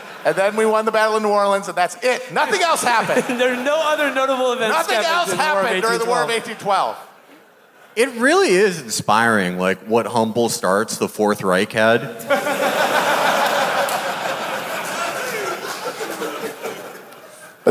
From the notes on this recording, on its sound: Live From Toronto. Our live show from Toronto.